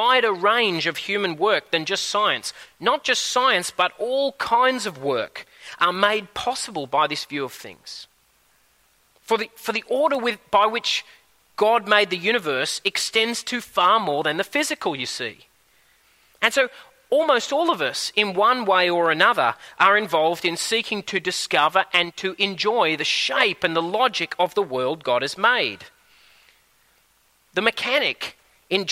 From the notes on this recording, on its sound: At a Church in the Graveyard service